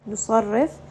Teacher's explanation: sad is going to be heavy, ra in this case is going to be light